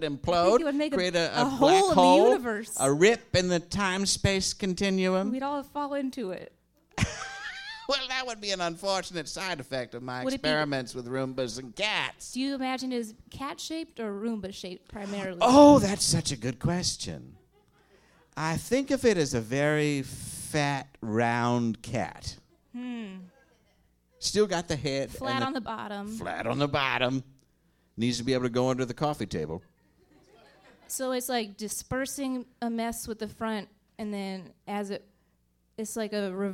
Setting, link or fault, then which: setting, live audience